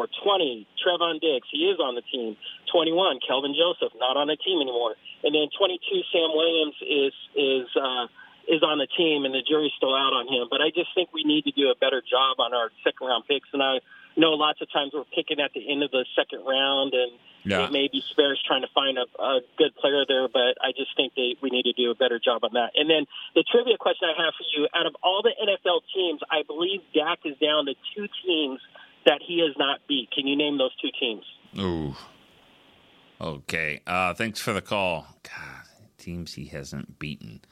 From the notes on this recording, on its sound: From South Korea to Texas, fans called.